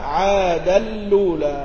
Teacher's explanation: بنقل حركة الهمزة إلى اللام قبلها وإدغام التنوين في اللام، وهذا حكم الوصل. فإن وقفت على عادا وابتدأت بالأولى جاز لك الرجوع إلى الأصل، وجاز لك النقل مع إثبات همزة الوصل ومع تركها والأول أرجح.